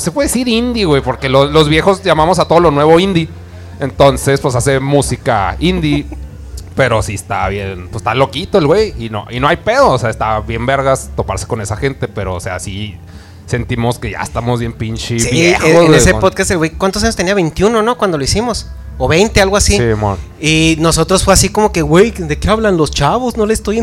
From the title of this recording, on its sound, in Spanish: Episodio Especial En Vivo Desde El Dragon Rojo